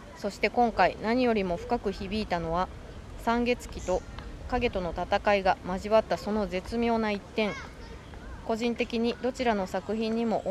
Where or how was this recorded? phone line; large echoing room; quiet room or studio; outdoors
outdoors